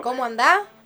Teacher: Por ahí también nos comemos las S's. Sí. O sea, es una provincia en donde no se pronuncian las S's al final.